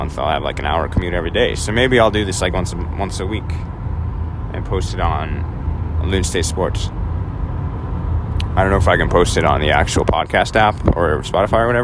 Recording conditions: inside a vehicle